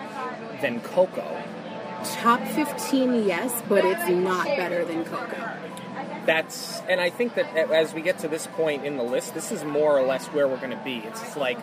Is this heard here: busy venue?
yes